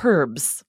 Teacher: But in the UK, they pronounce that H and they say herbs.